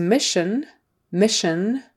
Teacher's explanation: Another SH sound in the middle there, even though it's spelled with an SS, but we still have that.